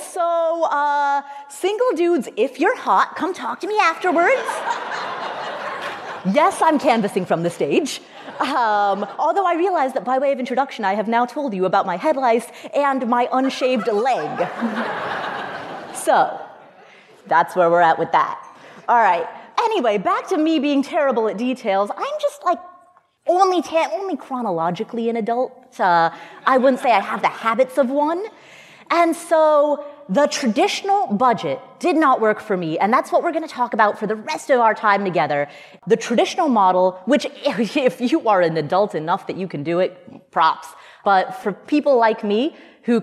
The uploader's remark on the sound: Today we’re sharing three talks given at the EconoMe conference.